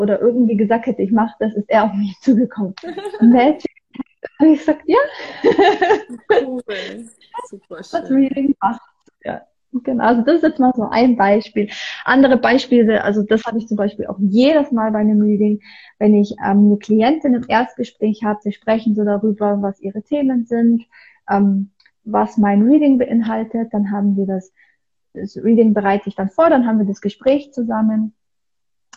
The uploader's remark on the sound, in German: es sind alles Mutmacher Geschichten, die ich auf live auf Instagram geführt habe